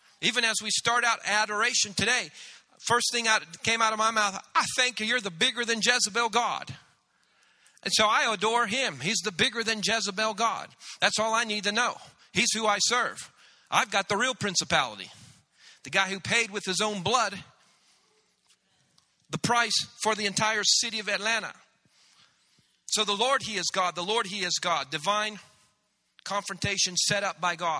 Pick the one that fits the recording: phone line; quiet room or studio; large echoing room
large echoing room